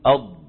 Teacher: لما نقول استطالة يعني طلب الطول. وبينا بأن حافة اللسان كلها من كل الجهات بما فيها الطرف كلها تنغلق على المخرج · Term: الضاد